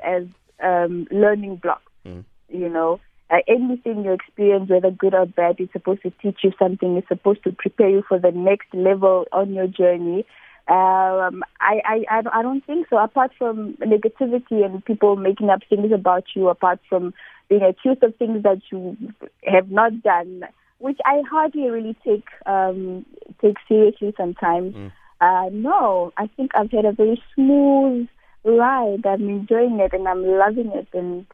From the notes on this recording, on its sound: Essential information and interesting every day subjects interspersed with Music and the occasional phone in.